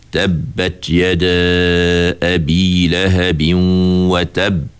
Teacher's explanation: Cuma yang ada sabdu tu dilambatkan sedikit.